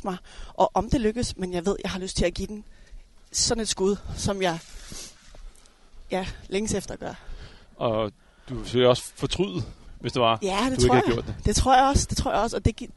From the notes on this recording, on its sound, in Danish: Podcasten er optaget som en walk & talk i Dyrehaven.